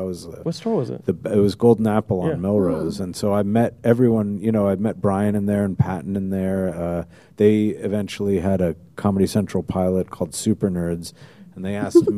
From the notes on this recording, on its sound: Live At Stan Lee's LA Comic Con. A live Geekscape episode!?!